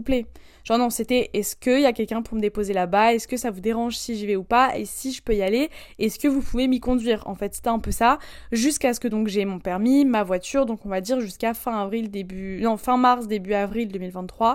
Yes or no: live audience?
no